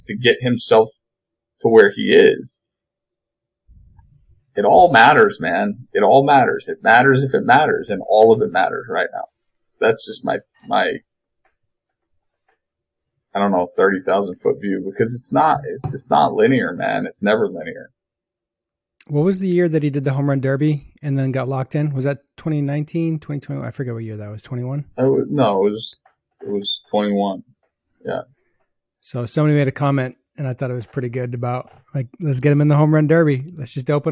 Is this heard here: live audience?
no